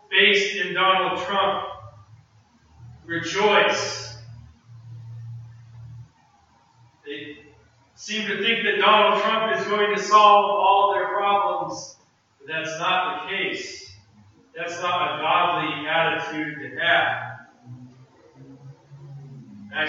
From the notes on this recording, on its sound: preached this sermon at Restoration Road Church in Wakefield, MA on Sunday, November 27.